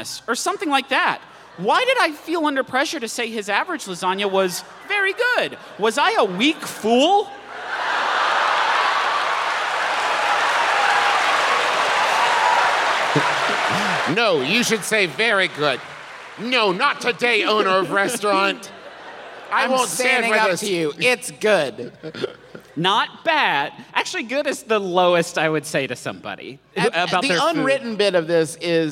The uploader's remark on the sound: This live show, from our recent tour stop in Pittsburgh. We unknowingly distributed 100 KFC Doughnut Chicken Sandwiches to our audience.